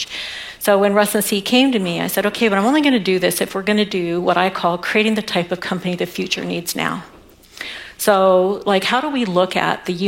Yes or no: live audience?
yes